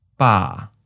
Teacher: Third tone, mid falling